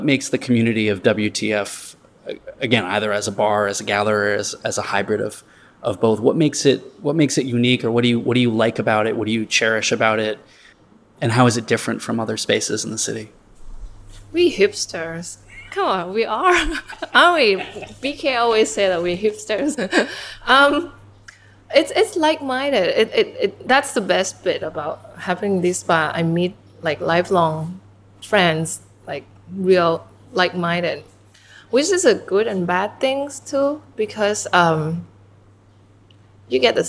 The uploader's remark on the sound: Recorded at Rockademy and WTF Bar and Gallery